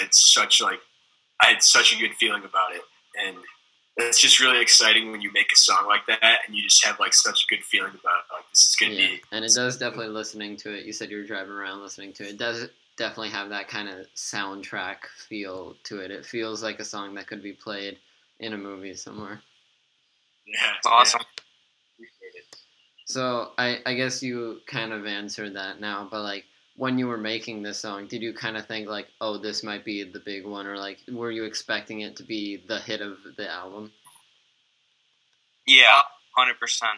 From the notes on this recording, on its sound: Apologies for minor technical difficulties throughout this episode.